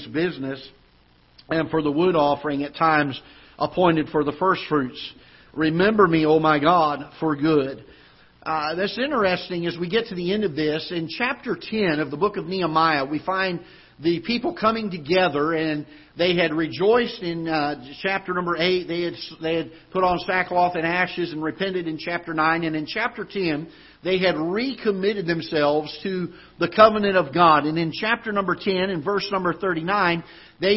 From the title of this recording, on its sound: Ketha Heights Baptist Church ~ Live Broadcast